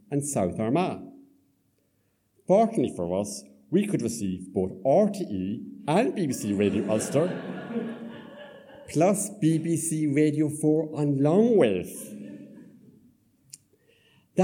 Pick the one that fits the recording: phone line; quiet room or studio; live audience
live audience